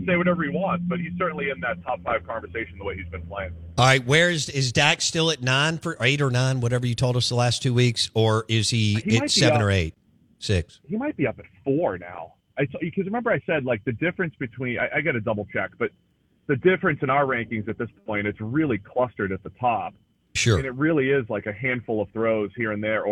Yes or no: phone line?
yes